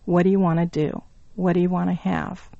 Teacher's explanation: What do you want to would be naturally pronounced as what do you wanna? · Term: reduced forms